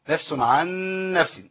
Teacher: نون فاضية جي بعدها نون عليها شدة، يبقى دخلنا النون في النون